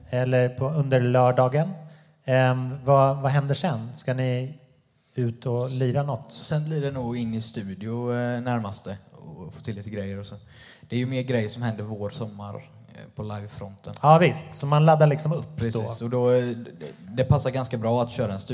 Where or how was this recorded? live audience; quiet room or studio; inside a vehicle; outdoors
live audience